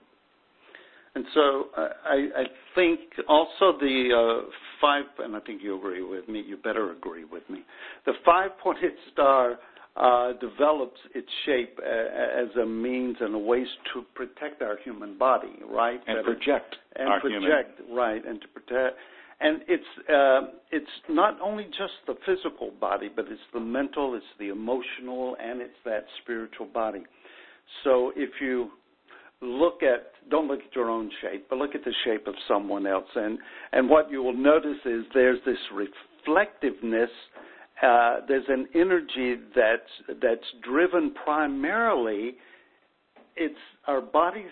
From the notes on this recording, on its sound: conference call